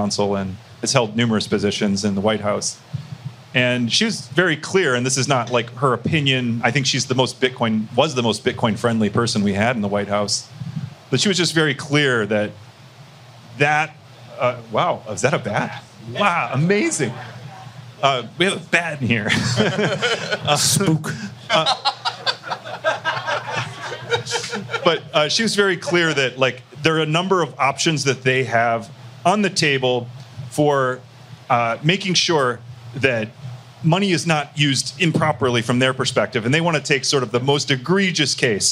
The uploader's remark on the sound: This interview was a live recording made at the Bitcoin 2023 Conference in Miami